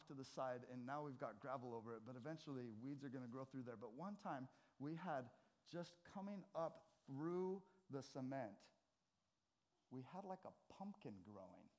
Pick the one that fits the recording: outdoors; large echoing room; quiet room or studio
large echoing room